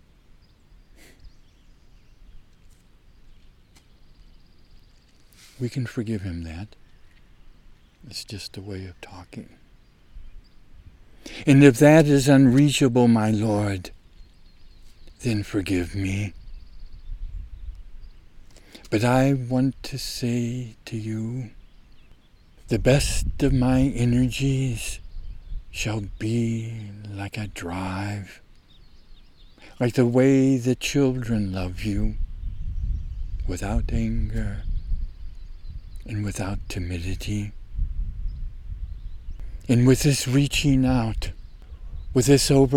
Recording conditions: wind noise